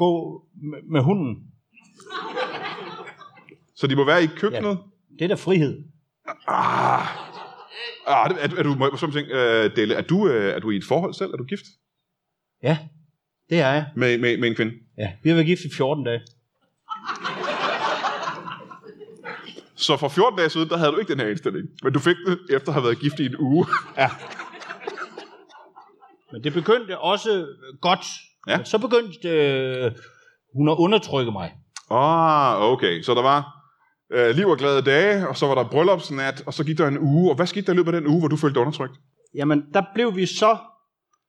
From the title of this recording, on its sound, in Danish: LIVE fra Skråen